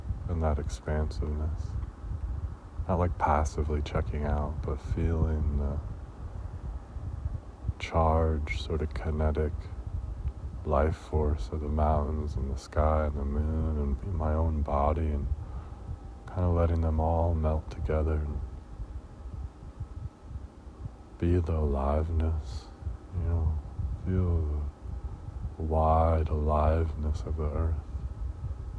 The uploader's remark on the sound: "van top prayer" outside Joshua Tree